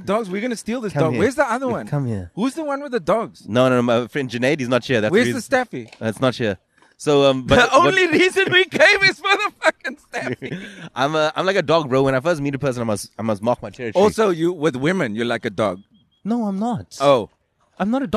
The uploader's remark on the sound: LKS Outside: The Skate Park